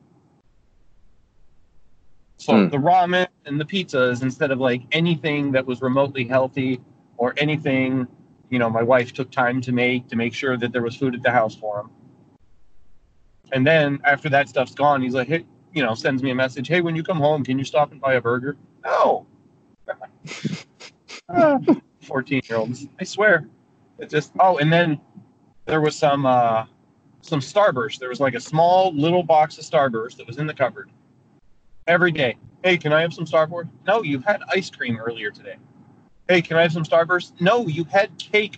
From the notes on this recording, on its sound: quick chat in my car